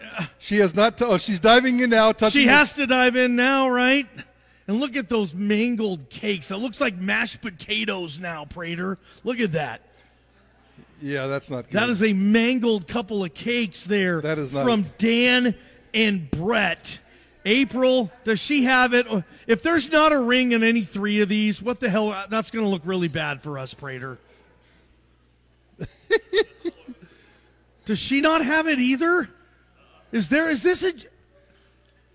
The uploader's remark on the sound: Live from Pastry Perfection for Diamond Dig XII